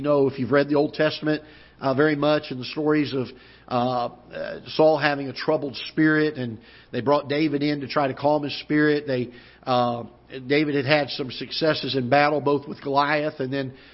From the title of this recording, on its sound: Ketha Heights Baptist Church ~ Live Broadcast